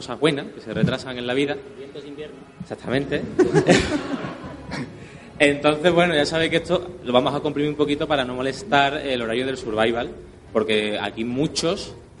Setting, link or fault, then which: setting, live audience